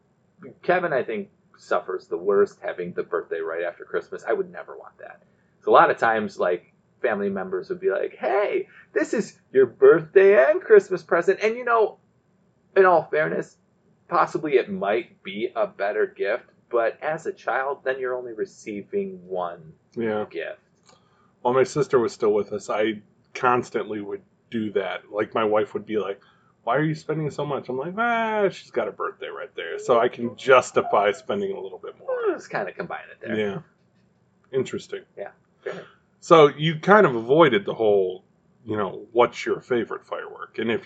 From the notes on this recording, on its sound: Our audio is not the greatest over the last 2 episodes.